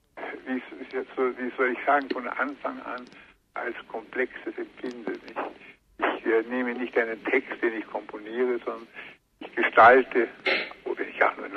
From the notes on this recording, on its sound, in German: In einem Telefoninterview